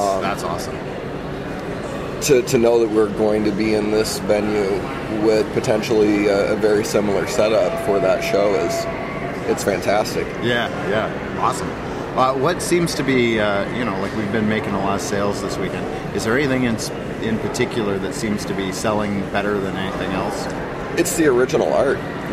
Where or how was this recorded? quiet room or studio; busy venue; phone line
busy venue